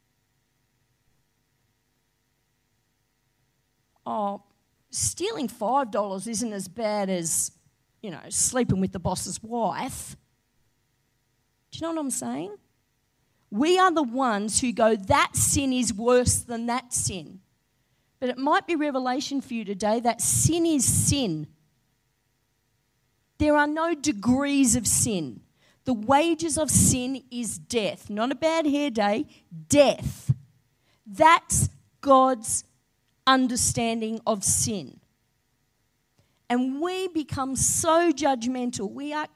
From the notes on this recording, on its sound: Live Stream of Destiny Church Atherton!